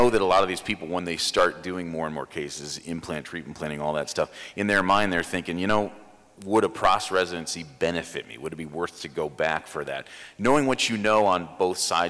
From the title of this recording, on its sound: Live at the Voices of Dentistry